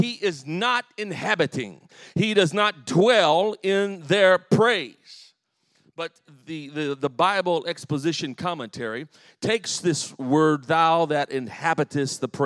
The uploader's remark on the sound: The following is a full sermon I delivered recently at my home church in Harvey, IL.